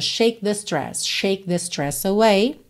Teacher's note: É interessante notar que no shake você nem ouve o K, né? Lembrando, consoantes oclusivas podem aparecer mais, menos ou nada.